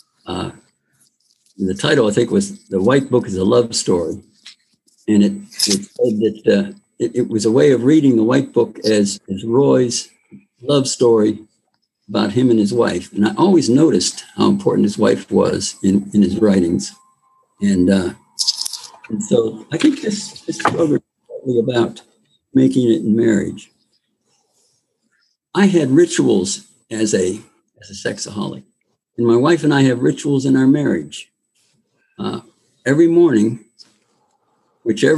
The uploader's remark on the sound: The weekly zoom speaker meeting hosted by the Barcelona fellowship features a different old timer each week.